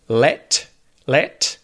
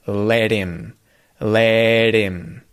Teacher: pay attention to the T-flap at the end of let · Shown in: second take · It's going to be let him.